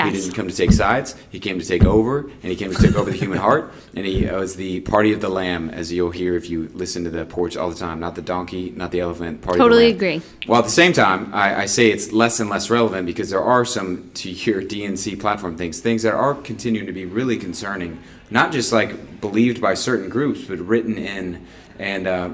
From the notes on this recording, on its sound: We recorded this episode at Awaken Conference 2019.